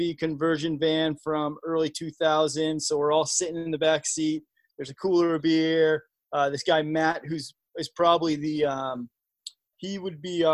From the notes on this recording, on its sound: This episode is a recording from our first live (virtual) storyteller event